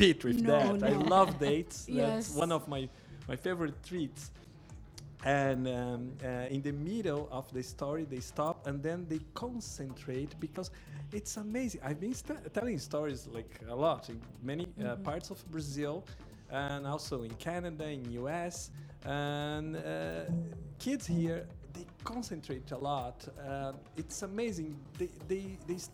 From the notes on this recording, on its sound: Live from SHD 2023.